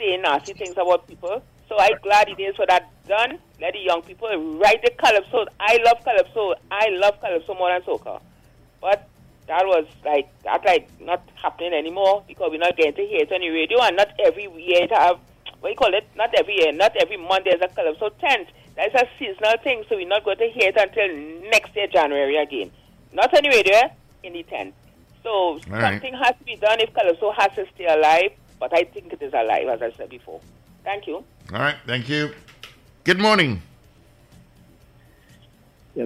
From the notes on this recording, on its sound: During this hour we take calls from our audience